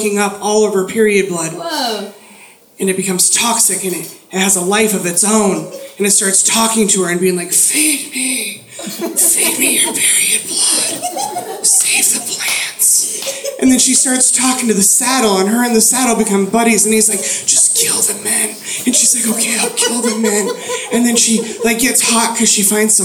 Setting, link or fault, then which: setting, live audience